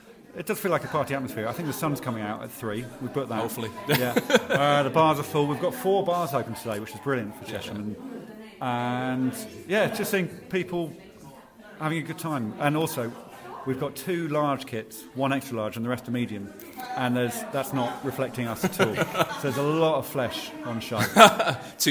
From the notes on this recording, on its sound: Live at Chesham United’s ground, The Meadow. Ahead of the charity match between Chicken City and Egg United.